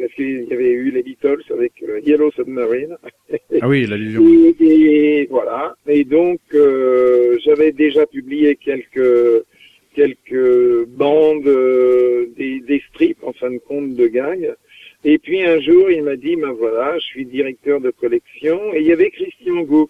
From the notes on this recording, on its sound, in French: reçoit par téléphone